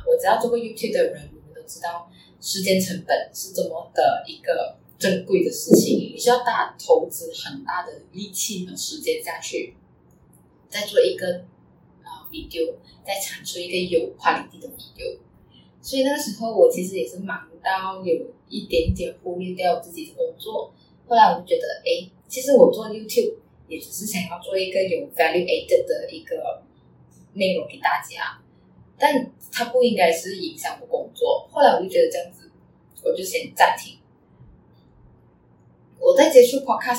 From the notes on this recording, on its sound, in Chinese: 真的很抱歉第一次的录音没有呈现最完美的状态，杂音的部分请多多包涵！